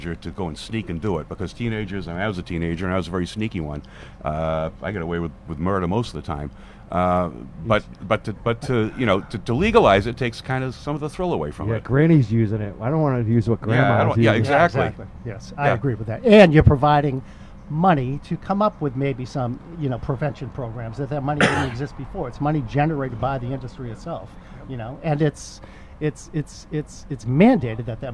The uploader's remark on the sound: live from the Verilife medical and recreational cannabis dispensary in Wareham, Massachusetts